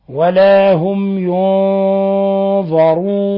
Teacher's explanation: ولاحظوا تفخيم الغنة لأن النون لقيت حرف إطباق وحرف استعلاء حرف مفخم فتفخم تبعا لذلك